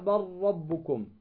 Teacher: ذهبت اللام وأدغمت ماذا بالراء